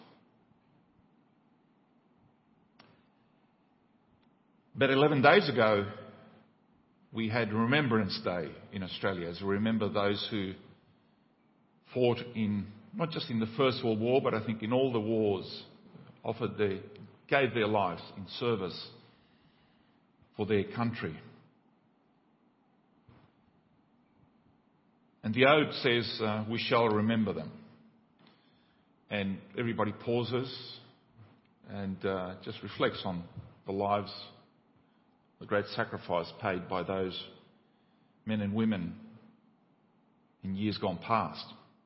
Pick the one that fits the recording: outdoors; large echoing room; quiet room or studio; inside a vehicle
large echoing room